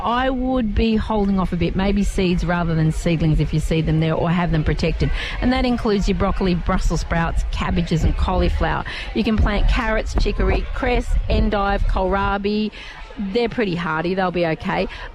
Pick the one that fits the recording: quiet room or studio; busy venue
busy venue